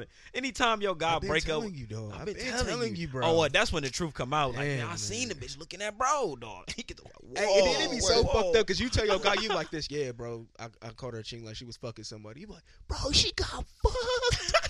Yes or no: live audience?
no